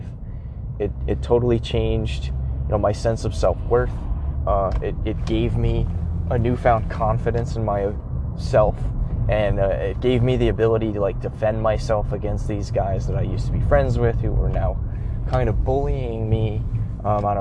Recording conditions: inside a vehicle